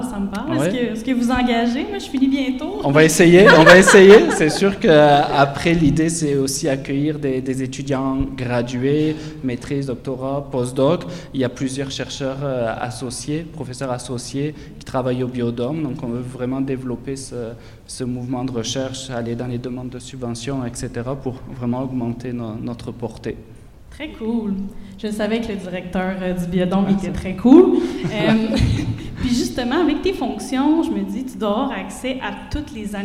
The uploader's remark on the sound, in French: Panel · Sujets Chauds en Recherche à la Nuit des Chercheuses et des Chercheurs. Élaborer un projet de recherche commun devant le public. Cet épisode est ponctué d’entrevues bonus enregistrées dans les coulisses de la Nuit. Studio: Bibliothèque des sciences de l'Université de Montréal.